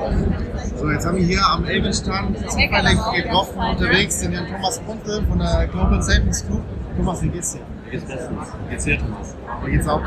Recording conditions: background noise